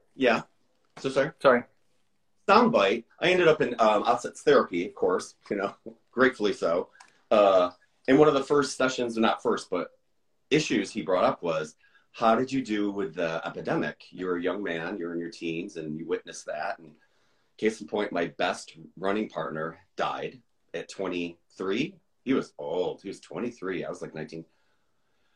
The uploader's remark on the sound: Recorded on 10 March 2023 on Instagram Live